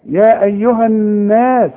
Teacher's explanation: انما النون والمد بتاعها اللي هو الالف مرققة